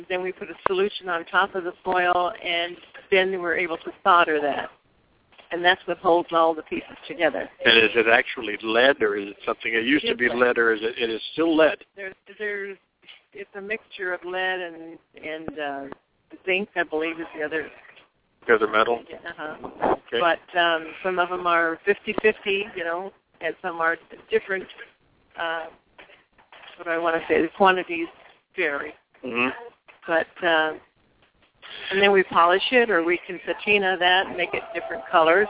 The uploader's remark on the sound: Live From Sun City Arizona - Bell Recreation Center Fun Fair